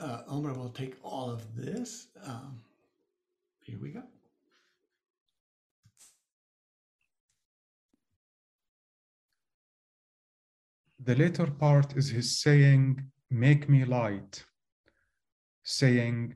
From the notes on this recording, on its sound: First Friday ZOOM Sessions